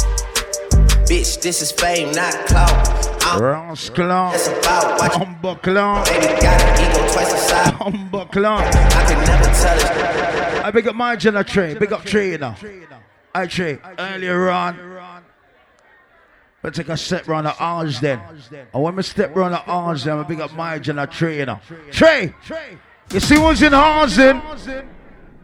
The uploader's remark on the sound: Live Audio from The Link Up Recorded on Friday 25th March 2022